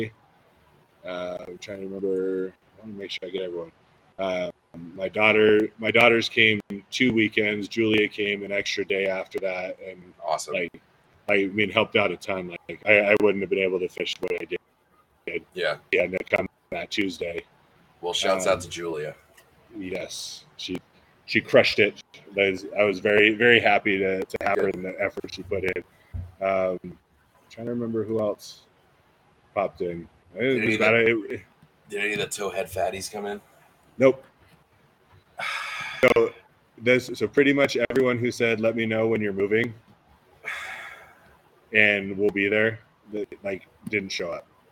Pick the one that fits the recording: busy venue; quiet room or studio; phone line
busy venue